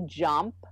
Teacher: when you say jump, the nasal quality from the m goes on the uh